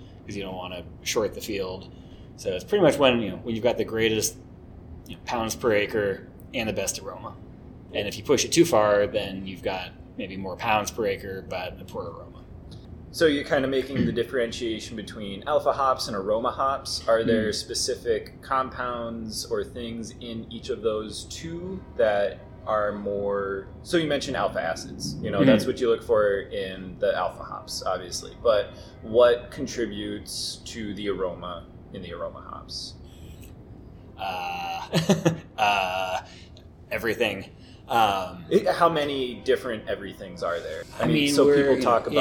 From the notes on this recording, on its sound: Once again, apologies for the mic quality.